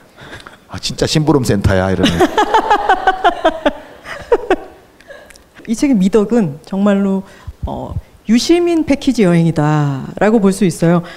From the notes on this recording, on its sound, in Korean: 공개방송으로 풀어 낸 유럽 도시.